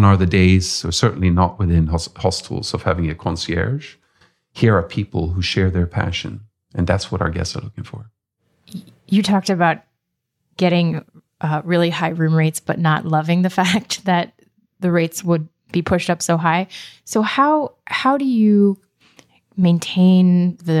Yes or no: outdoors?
no